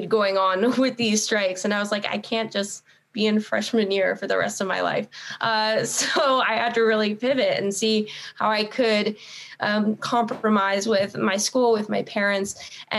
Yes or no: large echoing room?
no